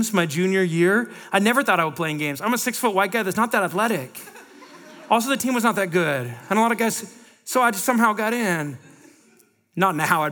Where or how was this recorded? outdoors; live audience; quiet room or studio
live audience